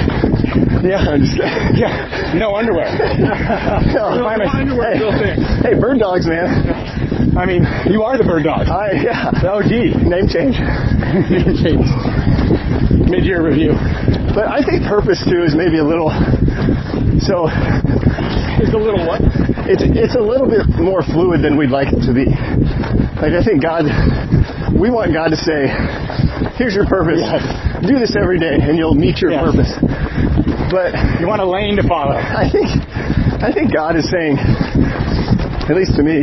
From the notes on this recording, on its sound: This episode was recorded during a half marathon